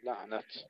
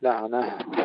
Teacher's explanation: يقف عليها القراء بالتاء على الرسم لعنة، لكن هناك من يقف بالهاء لعنها